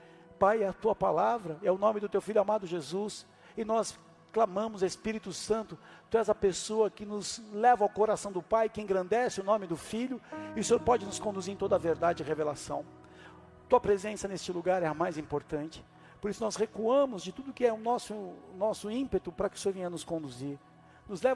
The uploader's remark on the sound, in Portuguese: Áudio extraído do culto do dia 28 de Maio de 2023.